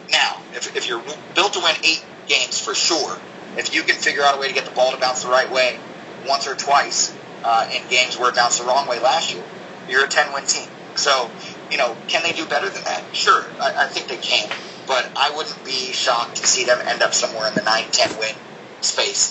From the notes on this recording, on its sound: There were audio issues with this particular interview. We had to do the interview in an unorthodoxed, but still functional manner.